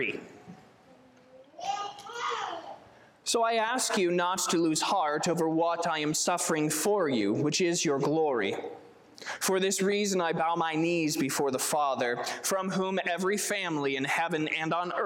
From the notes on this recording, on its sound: Sermon preached on September 24, 2023